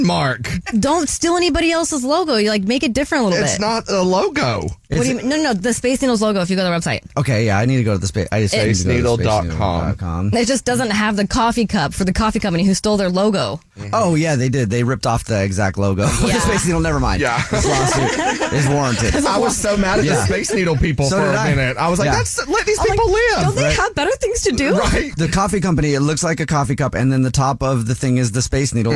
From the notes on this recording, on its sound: The woman on the phone.